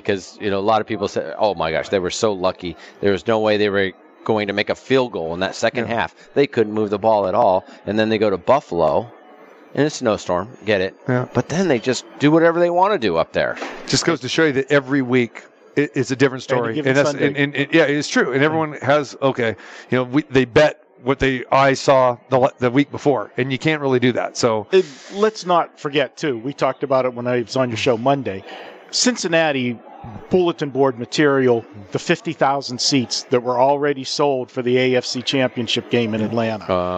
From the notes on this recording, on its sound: Football Friday Live from the Superbook at the Westgate Las Vegas.